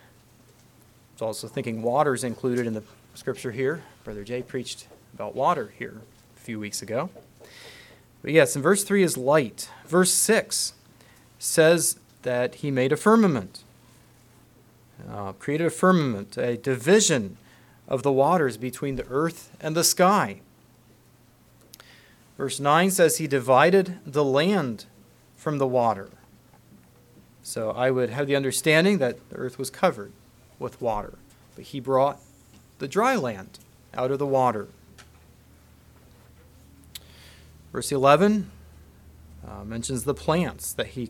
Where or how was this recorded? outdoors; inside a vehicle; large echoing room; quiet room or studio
large echoing room